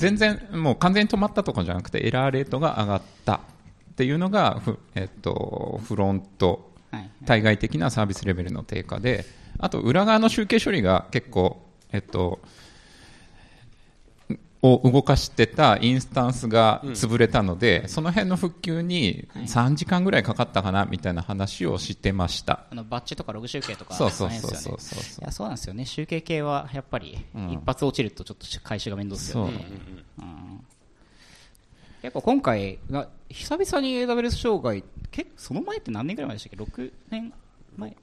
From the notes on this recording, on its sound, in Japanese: Builderscon 2019 公開収録。Builderscon tokyo 2019 DAY2 ランチセッション「ajitofm公開収録」。